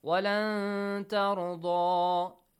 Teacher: Ikhfa means hiding. You gotta hide the sound of noon.